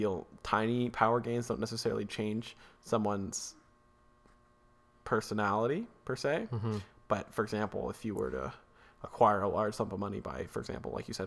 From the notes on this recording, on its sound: SORRY about the weird ambient buzz, we recorded in a different location that usual so we'll make sure not to use this spot again.